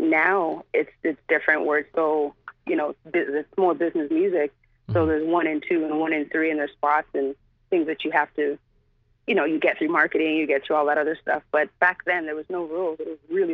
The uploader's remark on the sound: called into our radio show